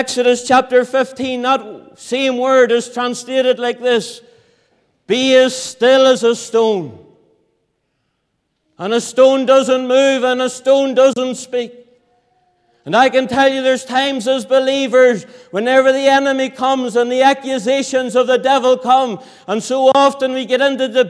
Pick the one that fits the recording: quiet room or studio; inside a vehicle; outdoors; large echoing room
large echoing room